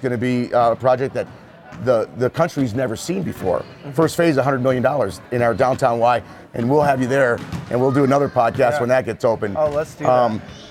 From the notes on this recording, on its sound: This episode is live at the grand opening of the brand new YMCA in Fountain, Colorado. If you hear basketballs in the background that's ok because we are on location and LIVE!